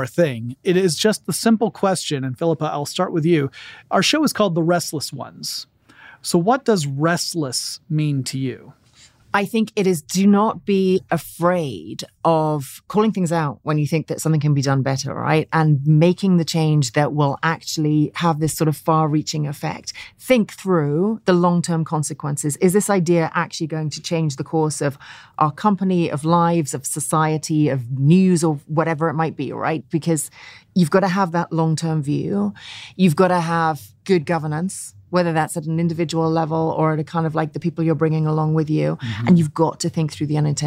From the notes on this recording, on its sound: Special episode recorded live from Mobile World Congress 2023.